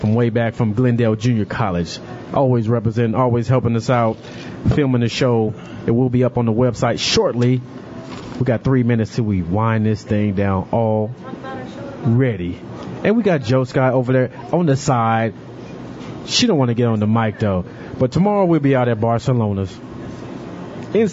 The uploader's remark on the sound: Live From Fat Daddys'.